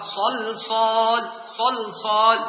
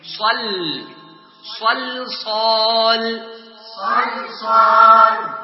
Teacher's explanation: واللامين كذلك ترقق في صلصال صلصال. وهنا نحتاج إلى أن نركز على الترقيق لأن اللام وقع بين حرفين مفخمين وهما الصاد · Shown in: second take · فالكثير والعامة والجمهور أن يقرأ يقرأ صلصال صلصال يفخم الكل، لكن صل صلصال صلصال.